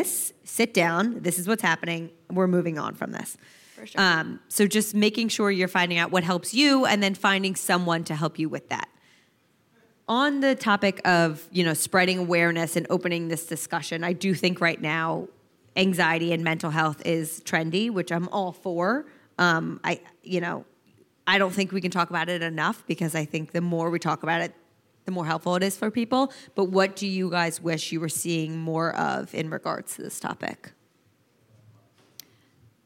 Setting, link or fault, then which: setting, live audience